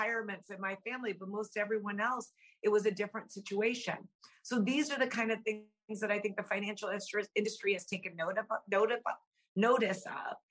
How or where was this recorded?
video call